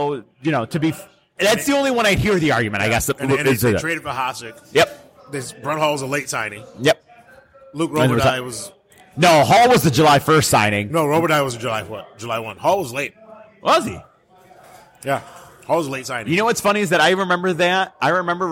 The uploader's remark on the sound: Live from Buffalo Wild Wings.